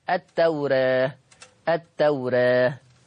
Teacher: يبقى لفظ التوراة مقلل قولا واحدا